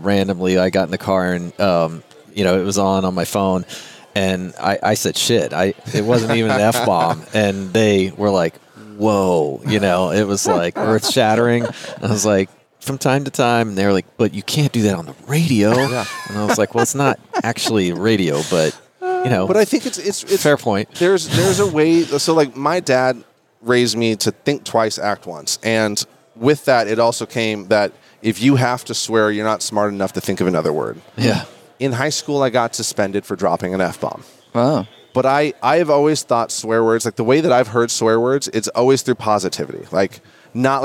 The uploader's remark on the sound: Live at NAA.